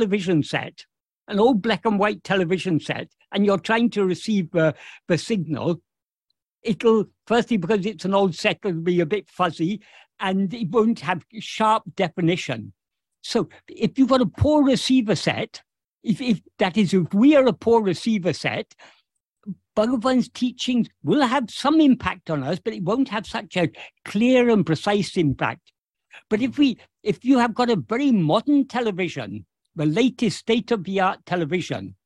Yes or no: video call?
yes